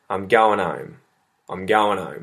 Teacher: And so in this exercise here, we've gone over how the gerund ending of different verbs, the ing ending, actually turns into en. Ing turning into en.